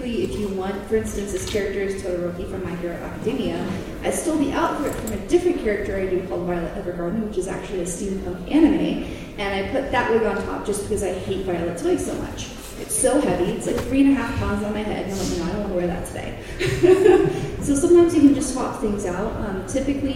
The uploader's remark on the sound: Wild Wild West Con 11 Panel. Recorded live at Wild Wild West Con at Casin Del Sol. Im Ballroom E.